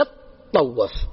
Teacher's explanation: التاء والطاء متقاربتان في المخرج فخفف · Term: أدغمت التاء في الطاء